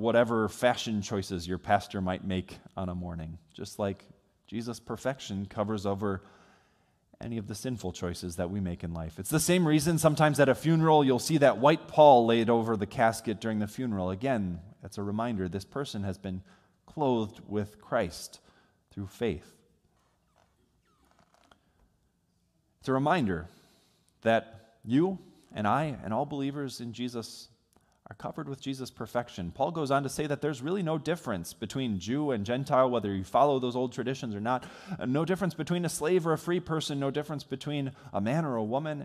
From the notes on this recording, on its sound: Sermon from worship on New Year's Day recorded on January 1 from Salem Lutheran Church in Owosso, MI.